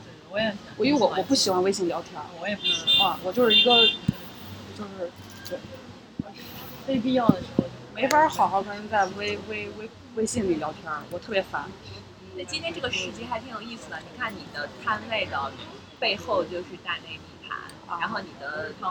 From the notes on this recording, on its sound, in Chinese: 本期节目录制于大艺术家市集的户外现场，噪音、不时被顾客打断、不同的朋友突然到访，都让本期节目不可预测。